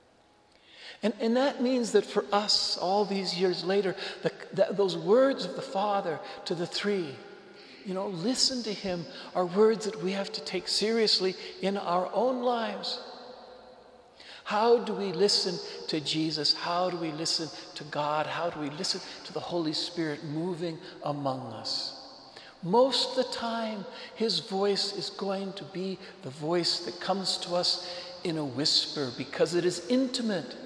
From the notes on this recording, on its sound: Homily delivered to the Saint Francis Catholic Community of Cuenca, Ecuador.